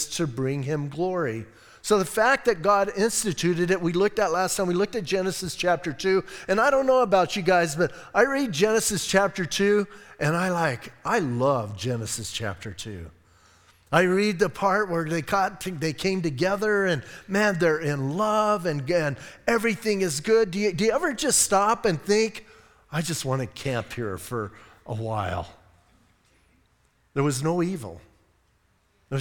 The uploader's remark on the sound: Audio messages from Calvary Chapel in Sierra Vista